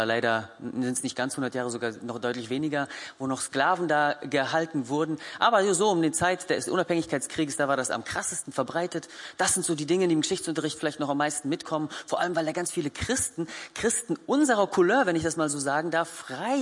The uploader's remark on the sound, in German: Gottesdienst der Kirche für Bonn